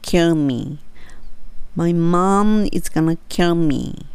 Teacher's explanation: kill やっぱり L の発音ですね kill の時に歯の裏につけて